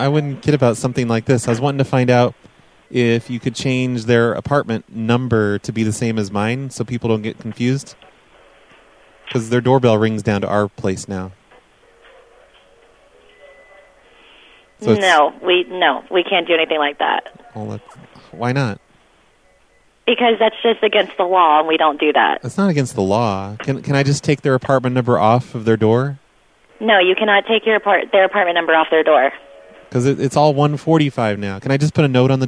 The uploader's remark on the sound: A bunch of mediocre phone calls to apartment complexes about water issues, pool tables and genetically modified stalks of corn.